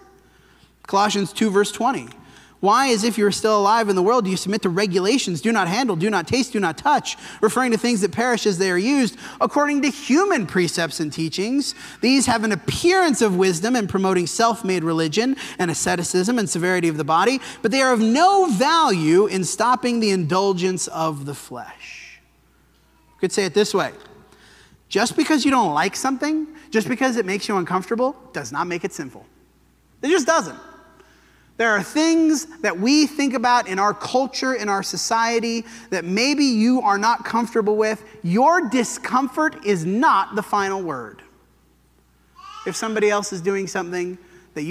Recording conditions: large echoing room